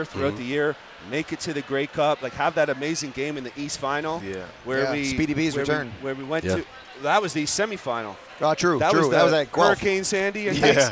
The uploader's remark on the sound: at the Grey Cup Festival in Hamilton